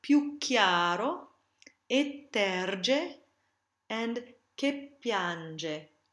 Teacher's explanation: Phrasal doubling, or raddoppiamento sintattico, is the doubling of an initial consonant after certain words that end in vowels. Any stressed one-syllable word that ends in a vowel, and some unstressed ones, can take phrasal doubling.